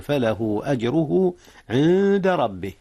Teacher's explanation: أخفيت النون قبل الدال إذ الدال من حروف الإخفاء